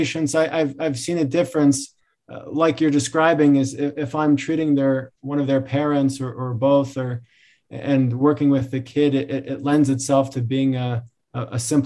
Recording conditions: video call